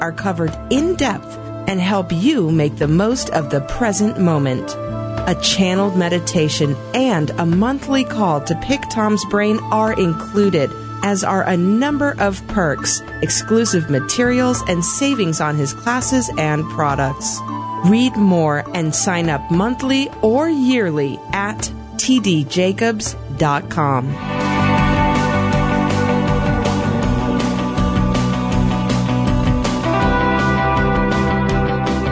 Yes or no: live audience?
no